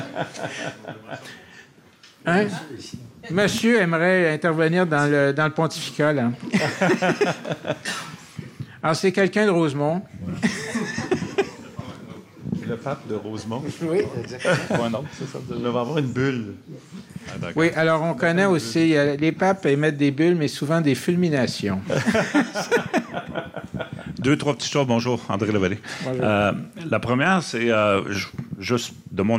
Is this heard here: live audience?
yes